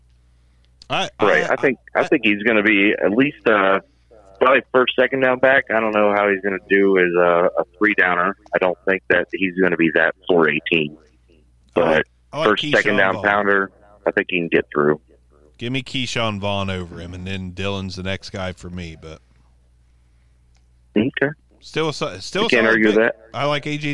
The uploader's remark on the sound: We ask some longtime listeners to call